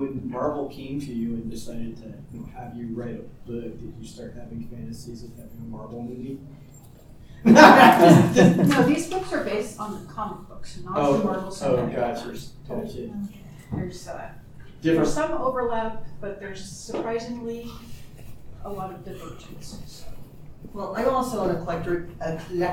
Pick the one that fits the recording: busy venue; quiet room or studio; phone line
busy venue